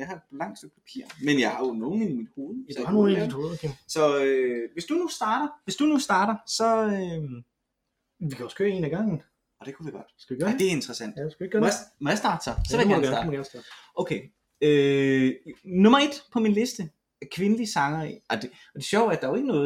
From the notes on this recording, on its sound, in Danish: Den er optaget live i et køkken, så lydkvaliteten er ikke engang oppe til vores sædvanlige standarder.